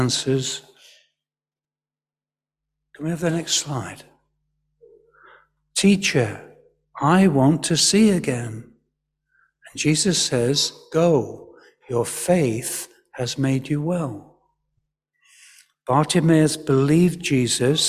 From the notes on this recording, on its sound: Because we had an all-age service. The audio file contains the words of the service in church.